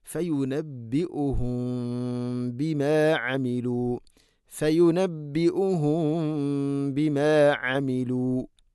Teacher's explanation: ഫയുനബ്ബിഉഹും ബിമാ അമിലു, സാക്കിനായ മീമിനു ശേഷം ബാ വന്നാൽ ഇഖ്ഫ ഷഫവി എന്നാണ് പറയുക. അപ്പോൾ ഫയുനബ്ബിഉഹും ബിമാ അമിലു, ഫയുനബ്ബിഉഹും ബിമാ അമിലു, ഇങ്ങനെ ആണ് ഓതേണ്ടത്.